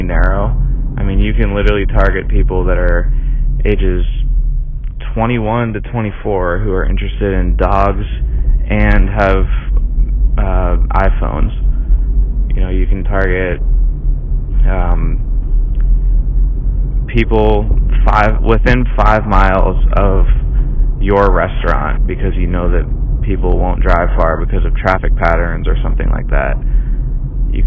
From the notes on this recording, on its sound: Just voice memos that I randomly take with my phone. Sorry for the low quality sound. I was driving home.